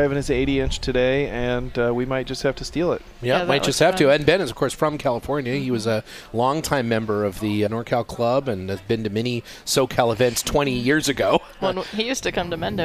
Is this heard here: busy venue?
yes